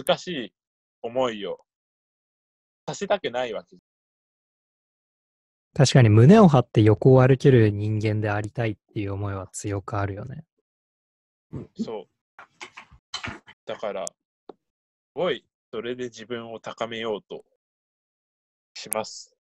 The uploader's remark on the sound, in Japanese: 録音に失敗しました。